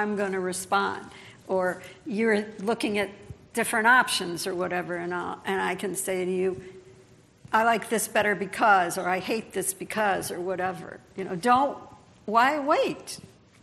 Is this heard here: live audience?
yes